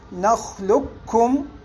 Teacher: القول الأول هو الإدغام الكامل، ومعنى الإدغام الكامل هو إدغام القاف في الكاف ذاتا وصفة، فلا يبقى شيء من صفات القاف البتة، وتشدد الكاف تشديدا كاملا نخلقكم. وهذا الوجه هو الأول والأشهر في الأداء، وهو المقدم في الأداء.